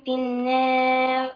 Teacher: النون مشددة هنا في النار، النون مشددة تغن